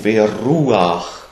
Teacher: Aber da wird es gesprochen als U. Als ein reiner Vokal U, als ein langes U. · Term: Shuruk